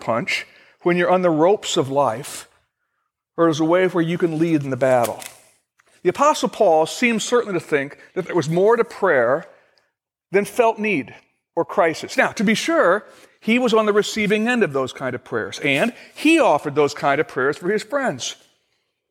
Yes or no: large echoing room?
yes